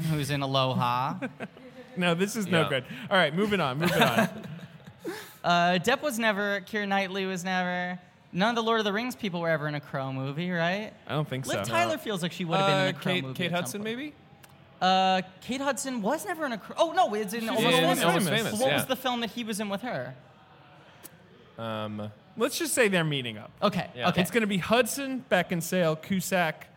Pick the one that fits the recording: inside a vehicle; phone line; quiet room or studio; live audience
live audience